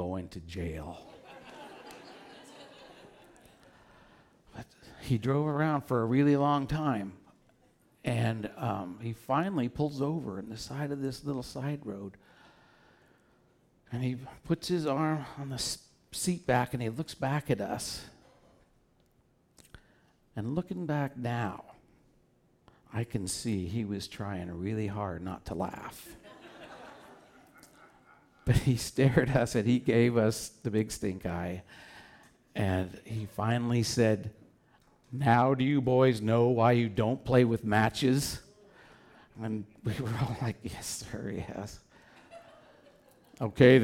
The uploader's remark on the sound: Back with Portland Story Theater as part of their On The Road Show. Live at The Fremont Theater in Portland, OR.